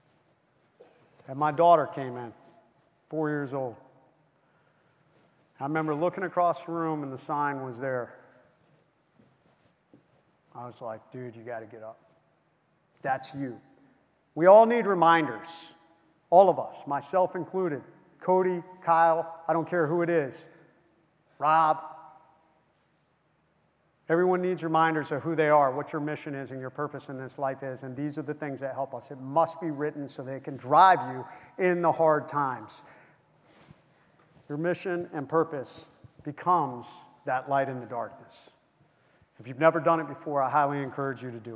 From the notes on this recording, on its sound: Key note speech from our 2023 Street Cop Conference in Nashville, Tennessee. Speak to over 1700 cops.